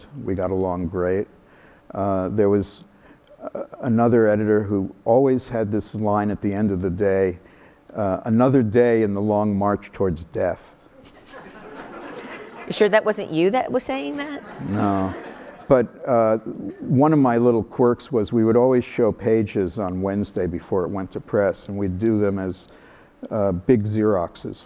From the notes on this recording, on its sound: live on stage